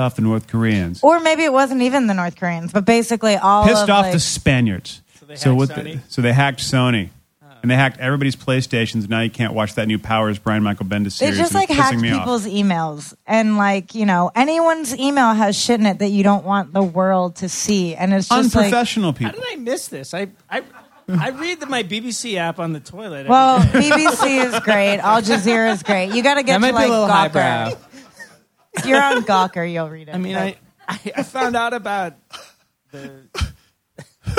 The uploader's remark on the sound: Recorded live at Union Hall, Brooklyn. 2 live performances!